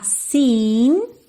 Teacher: É um E compridinho aí. Mesmo sendo um E só, o som aí é como se fossem dois E's, tá?